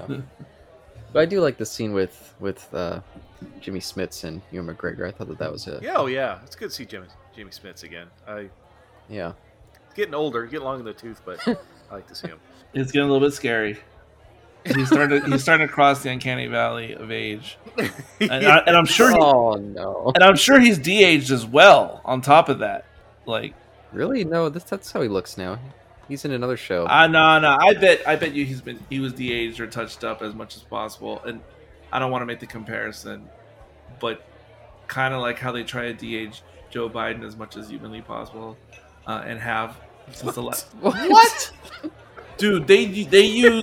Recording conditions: live audience